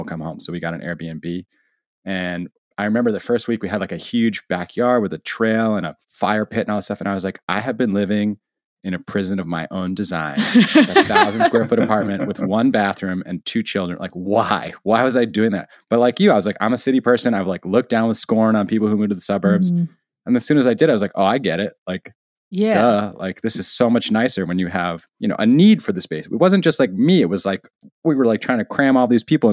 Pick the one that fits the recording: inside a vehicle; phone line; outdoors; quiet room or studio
quiet room or studio